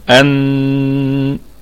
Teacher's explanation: أن لهم الهمزة أصلية تثبت في البدء والوصل، والنون في أعلى درجات الغنة ونقف عليها بالغنة